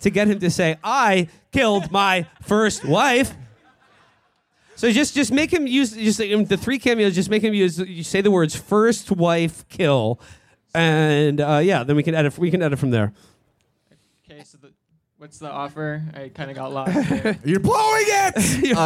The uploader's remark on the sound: Live at SXSW. Our live show from the South by Southwest festival in Austin, TX.